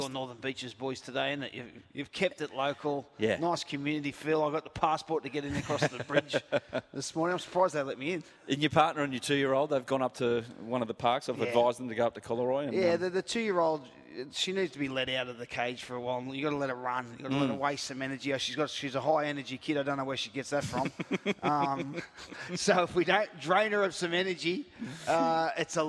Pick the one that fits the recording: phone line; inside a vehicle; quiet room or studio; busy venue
busy venue